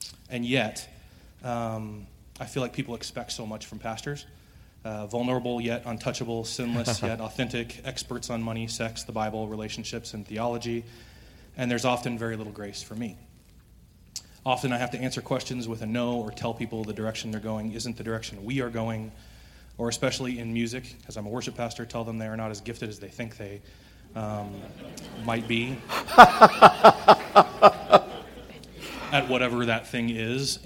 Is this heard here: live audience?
yes